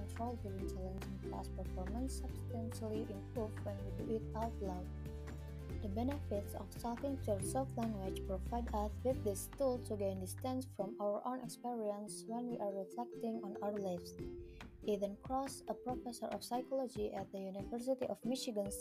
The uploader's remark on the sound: Cuz this is my first podcast, so I want to apologize if there are inconveniences for you while listening to this podcst such as inconsistent audio. Becarefull with the inconsistent audio !